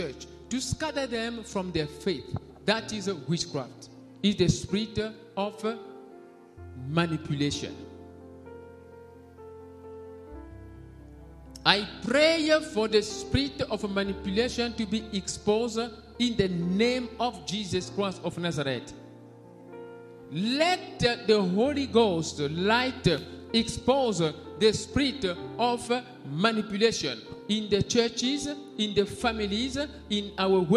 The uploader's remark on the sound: Sunday Live Service - Service dominical en direct